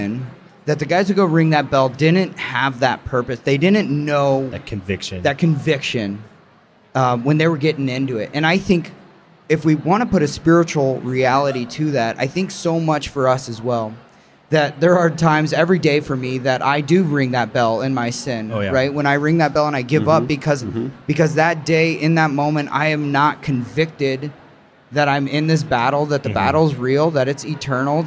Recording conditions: busy venue